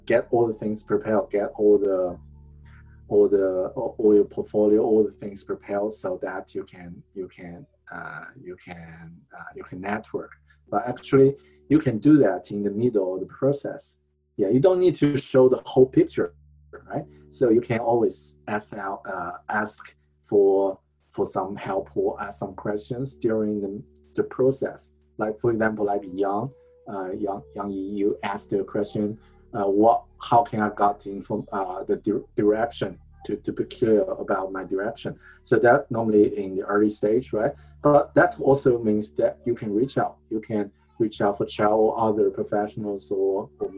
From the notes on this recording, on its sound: 本期节目是全英文的在线分享录音. This one is the audio record of an online event. The first 12 minutes of the podcast is the brief in Chinese.